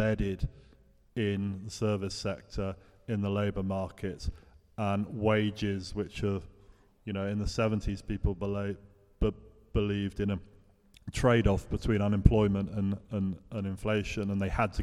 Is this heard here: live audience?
yes